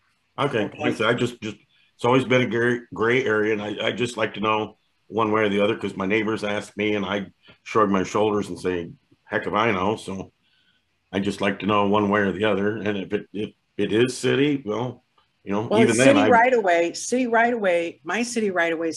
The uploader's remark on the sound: University Heights City Council Meeting of May 10, 2022 was held on Zoom.